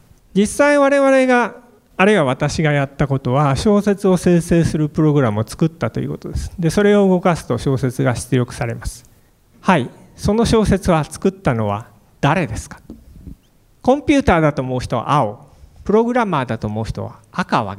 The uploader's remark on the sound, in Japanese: FM FESTIVAL 2017 未来授業 明日の日本人たちへ」特別公開授業